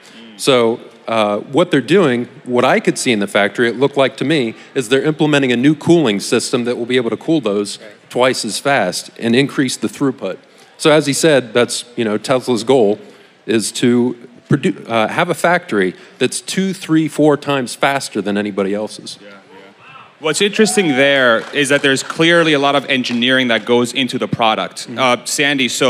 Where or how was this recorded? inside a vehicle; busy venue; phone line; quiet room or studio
busy venue